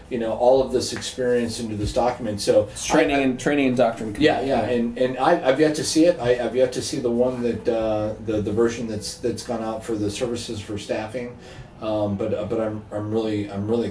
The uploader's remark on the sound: at the Jefferson Hotel bar here in Washington, DC.